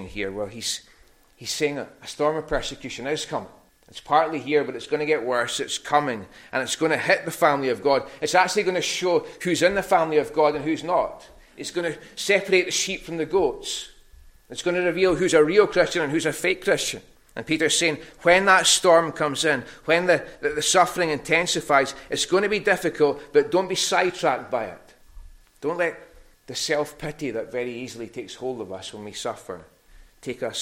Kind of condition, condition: setting, large echoing room